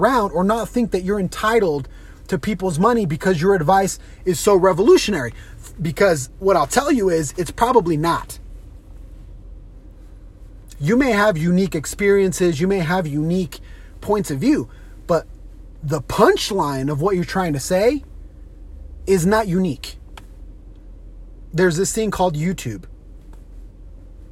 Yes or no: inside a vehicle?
yes